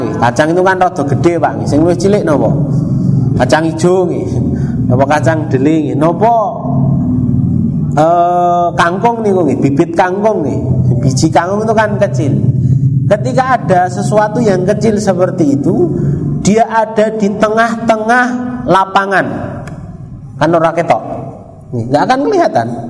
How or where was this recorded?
live audience